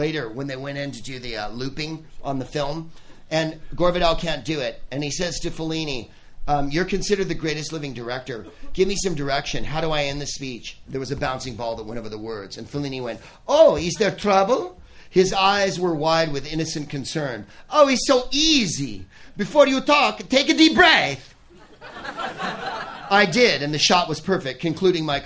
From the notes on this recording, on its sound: Live from the Punchline Comedy Club in his beloved San Francisco